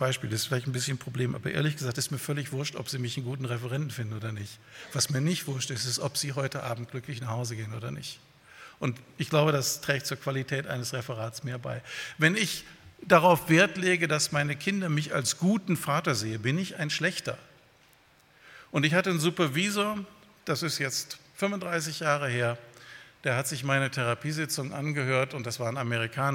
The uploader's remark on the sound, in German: bei einer Veranstaltung der Liebenzeller Mission